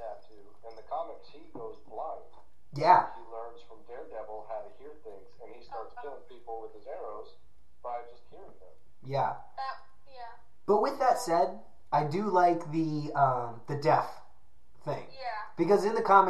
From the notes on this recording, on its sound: Sorry for the dive in audio quality I was trying a new system and it didn't work out too well.